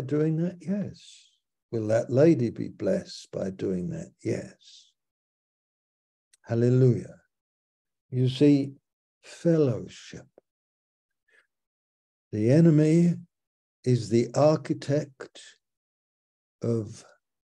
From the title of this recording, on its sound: Malaysia Meets (Zoom)